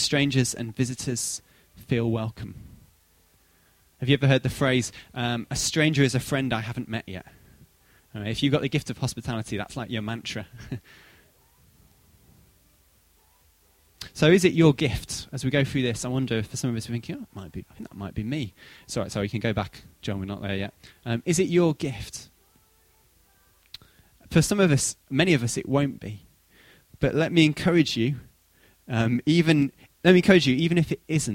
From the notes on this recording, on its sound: Recorded at freedomcentre church, Preston